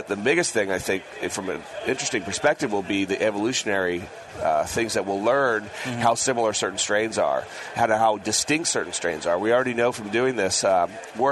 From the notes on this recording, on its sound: broadcast live from the National Homebrewers Conference in San Diego